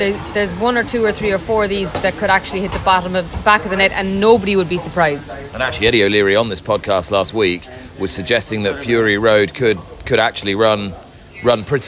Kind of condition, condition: setting, busy venue